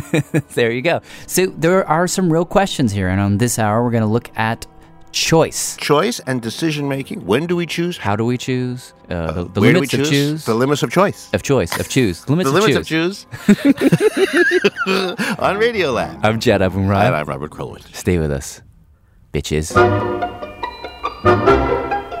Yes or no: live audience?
no